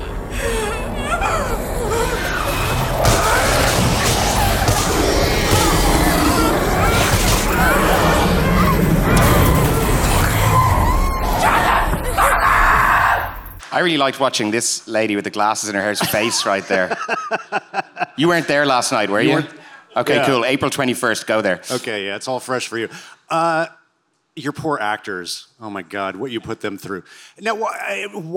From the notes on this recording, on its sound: This interview was recorded live at the 2023 SXSW Film Festival.